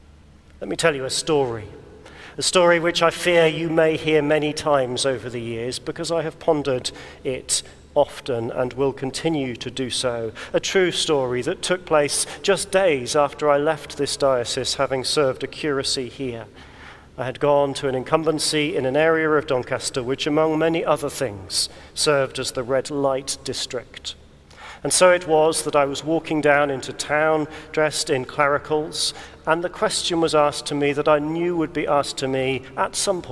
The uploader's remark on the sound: recorded at the Crozier Service in Chester Cathedral